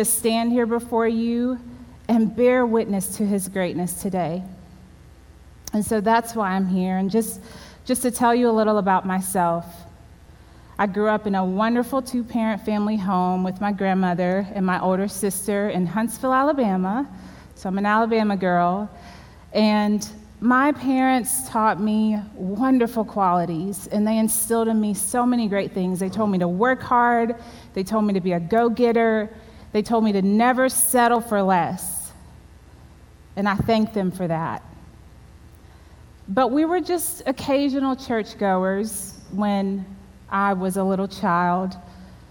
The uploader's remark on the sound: At the WholeHeart Conference at Crossland Community Church.